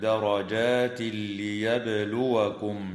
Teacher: ويدغم من غير غنة في اللام من قوله تعالى: درجات ليبلوكم